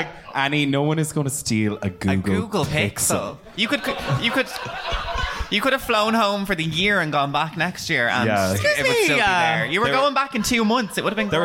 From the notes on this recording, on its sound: At my third live show. In front of a lively crowd of predrinkers.